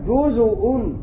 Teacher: ولكن شعب قرأ بضم الزاي في كلمة جزءا أو جزء أينما وقعت في القرآن الكريم